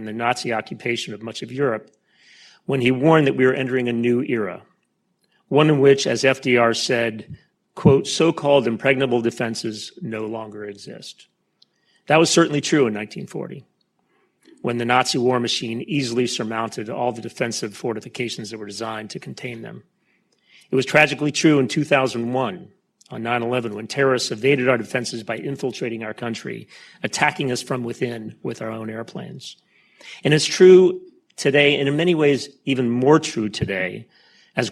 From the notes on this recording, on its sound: Gave a speech at the Brookings Institution. Sat down for a Q&A, both between them and with the live audience at Falk Auditorium at the Brookings Institution.